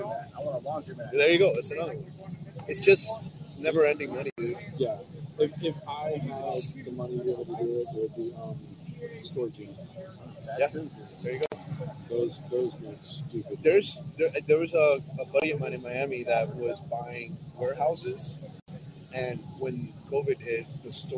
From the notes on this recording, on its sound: Sorry for the low audio so much background noise makes it tough, but here's Southern Detailers Conference Day 1.